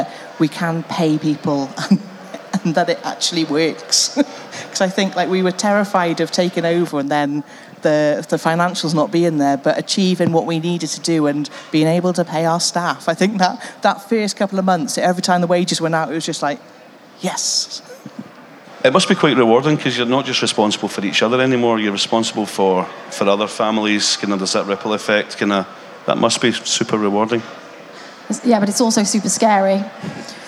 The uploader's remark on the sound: LIVE from The Print Show 2023. Experience a live recording of the industry’s trailblazing podcast at The Print Show 2023.